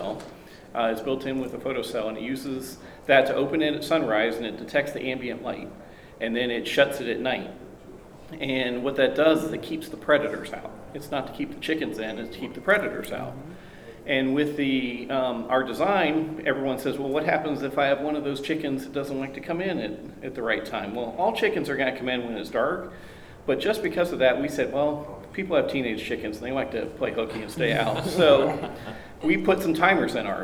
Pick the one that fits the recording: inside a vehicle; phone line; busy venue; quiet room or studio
busy venue